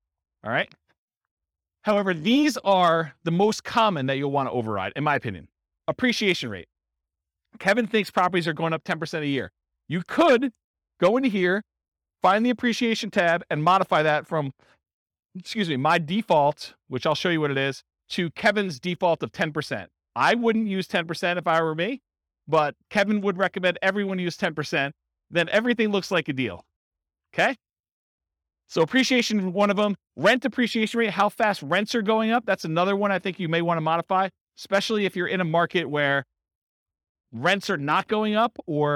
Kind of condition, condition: setting, live audience